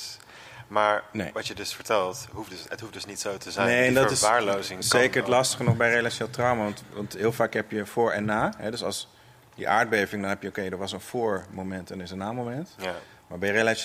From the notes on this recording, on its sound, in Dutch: 1 Uur Over… is een live gespreksprogramma dat werd opgenomen in de Boothzaal in de Universiteitsbibliotheek Utrecht.